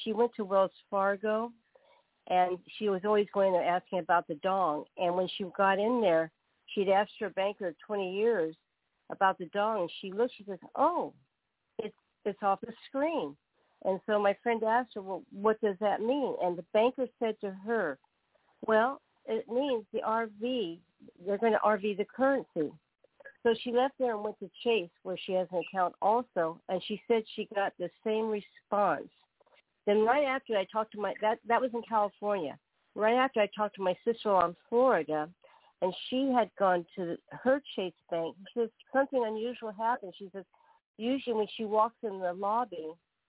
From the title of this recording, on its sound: TNTSuperfantastic Conference Call